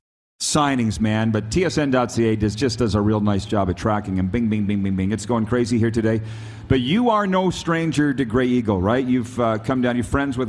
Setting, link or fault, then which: setting, busy venue